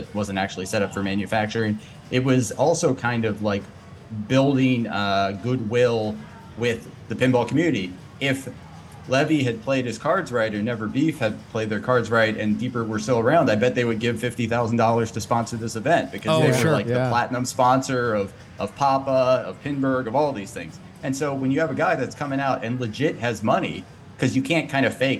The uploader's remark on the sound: LIVE at New York City Pinball Championships 2022!